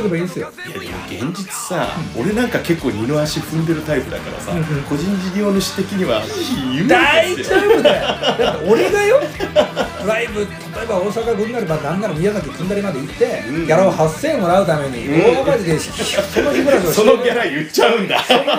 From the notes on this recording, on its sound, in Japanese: カラオケBOXでの収録